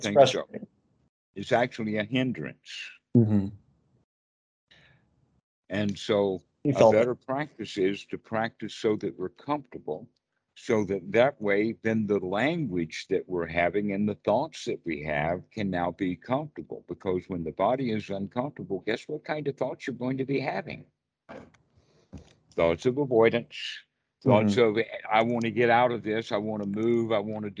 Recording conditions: video call